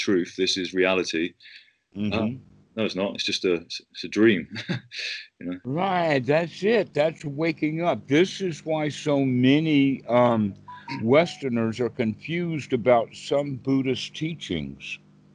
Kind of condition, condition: link, video call